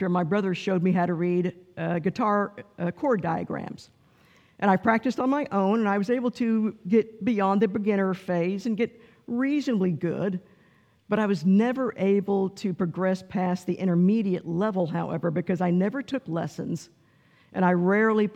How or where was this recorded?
large echoing room